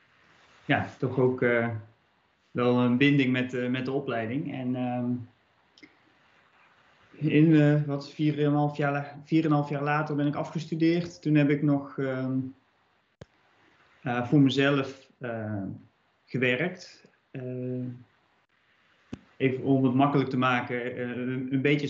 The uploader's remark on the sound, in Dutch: Twitch-livestream audio. Deze episode is gemaakt met de audio van het 10-jarig bestaans-event stream, daarom is de audiokwaliteit helaas wat minder.